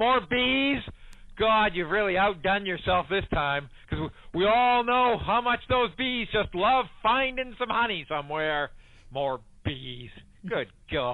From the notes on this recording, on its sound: Granite Staters call in to share their sentiments toward the former president and the neocon.